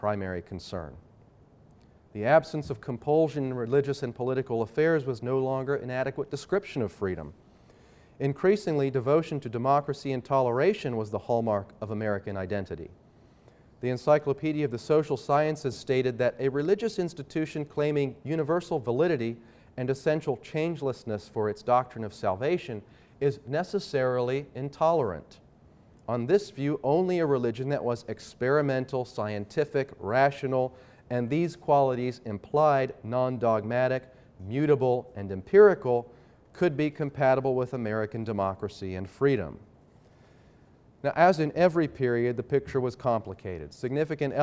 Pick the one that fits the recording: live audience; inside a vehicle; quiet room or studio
live audience